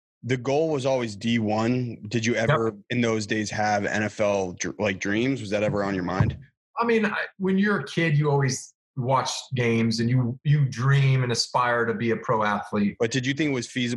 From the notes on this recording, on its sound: This week, we sat down over Zoom